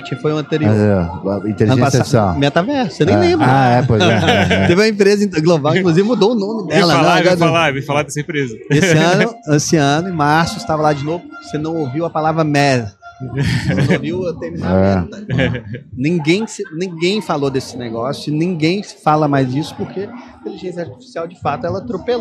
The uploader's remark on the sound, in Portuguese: Este episódio faz parte de uma série "pocket" gravada durante o Startup Summit 2023 em parceria com a Invisto e o Economia SC.